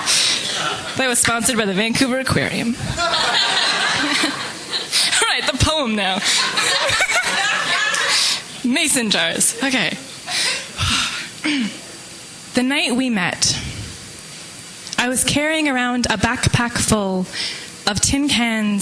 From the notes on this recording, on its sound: Live from the Vancouver Poetry Slam